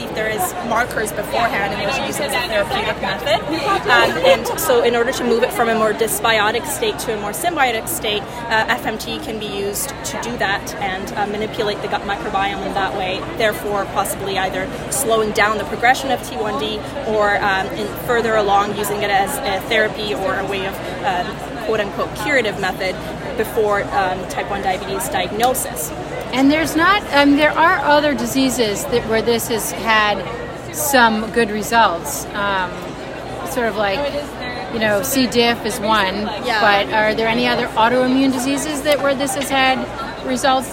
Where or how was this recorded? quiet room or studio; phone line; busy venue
busy venue